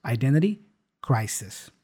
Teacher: since she's American, we hear a clear S